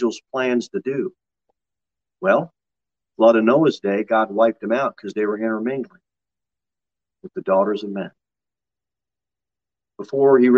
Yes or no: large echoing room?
yes